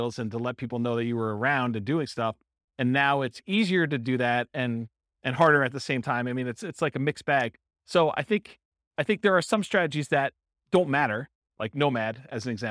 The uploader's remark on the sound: This was a live class recorded